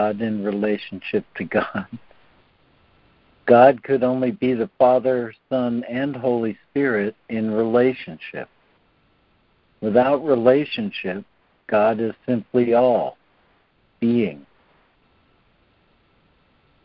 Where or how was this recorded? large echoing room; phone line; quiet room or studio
phone line